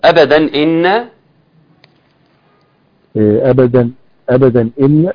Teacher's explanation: هنا مد منفصل أربع حركات · اظهار تنوين اتى بعده حرف الهمزه وبالتالي حكم الاظهار